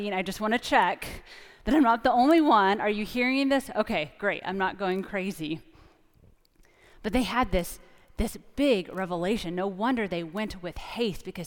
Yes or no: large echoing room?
yes